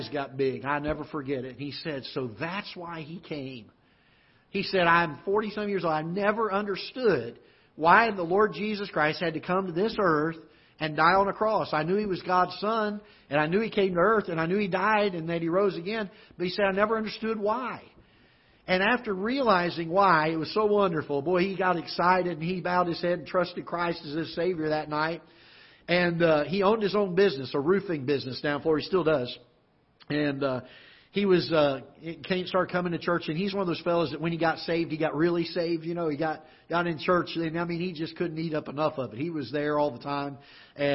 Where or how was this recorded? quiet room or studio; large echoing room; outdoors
large echoing room